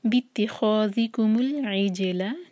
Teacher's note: جیم پر قلقلہ اور لام پر قلقلہ نہ ہو. باتخاذكم ال کہنا غلط ہوگا، لام پر جھٹکا نہ آئے.